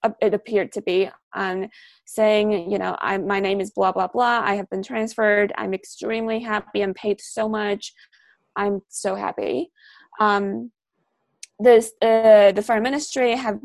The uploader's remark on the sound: In this La Trobe Asia webinar